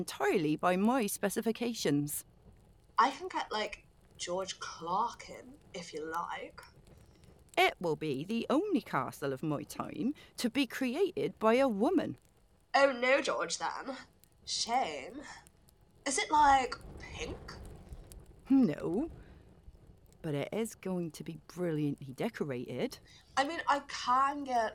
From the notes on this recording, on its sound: The Lost Tapes of History was recorded remotely in late 2021. As such, the actors used what equipment they had available and were limited by their location. This has resulted in variable audio quality.